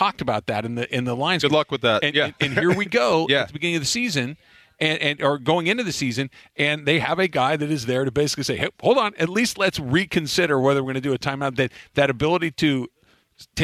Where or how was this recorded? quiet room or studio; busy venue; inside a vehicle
busy venue